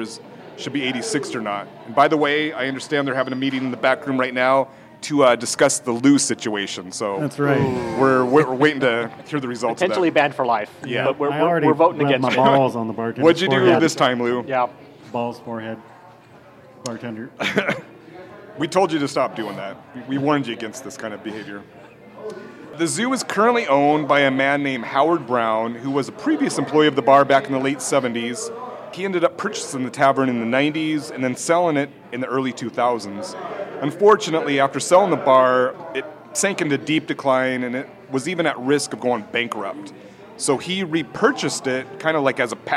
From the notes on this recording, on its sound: Recorded live at Eastlake Zoo Tavern with absolutely no view of a lake so don't ask. Don't you dare call it billiards since this is a snooker table, bitch.